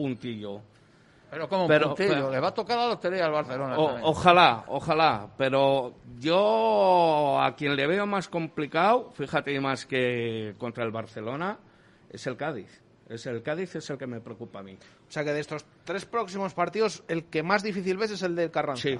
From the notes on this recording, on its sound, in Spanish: Tertulia de peñistas del REAL VALLADOLID en directo desde el KOKOMO Sports Bar en Huerta del Rey.